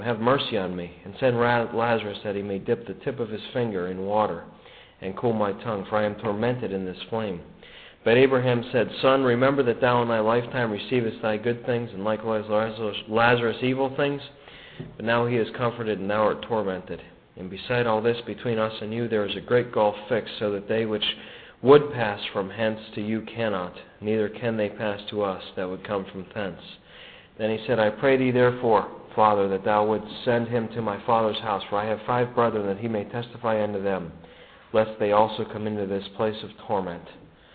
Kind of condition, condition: setting, large echoing room